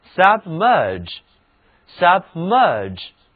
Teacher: 这个词的重音在后面的音节上